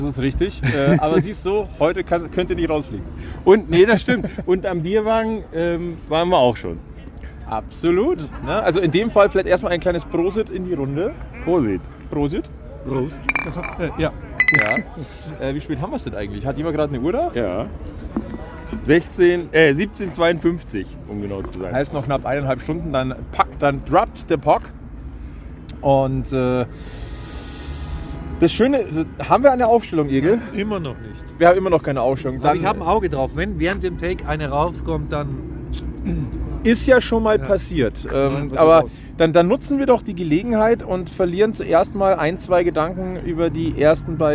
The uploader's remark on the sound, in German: Live-Reportage von Halbfinal-Spiel 3 zwischen München und Wolfsburg. Die einmal mehr im Rahmen eines EHC-Heimspiels am Oberwiesenfeld entstanden ist.